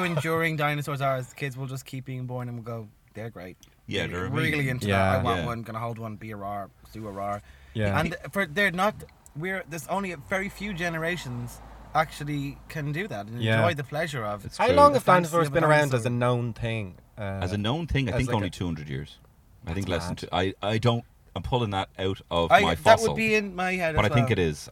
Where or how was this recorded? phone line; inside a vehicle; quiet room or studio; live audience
inside a vehicle